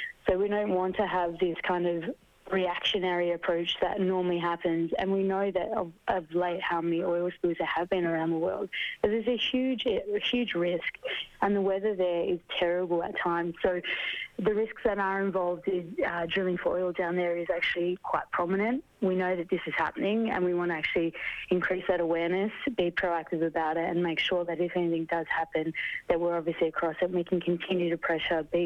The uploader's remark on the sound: on the phone